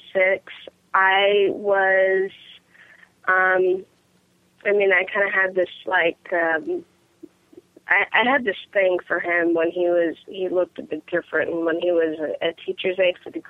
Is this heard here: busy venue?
no